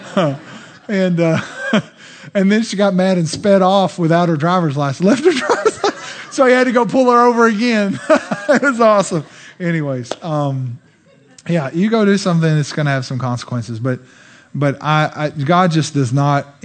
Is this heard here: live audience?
yes